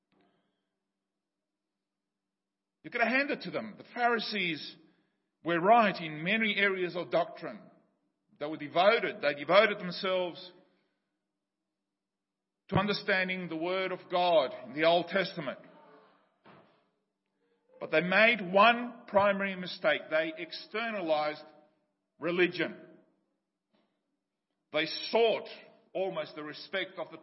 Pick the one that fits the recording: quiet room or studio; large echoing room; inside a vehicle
large echoing room